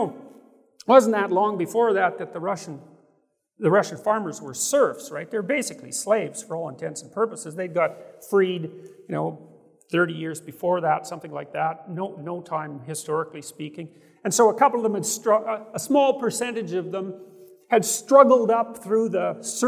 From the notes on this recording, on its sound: guests gathered at the Sovereign Nations Conference at the Trump International Hotel in Washington, DC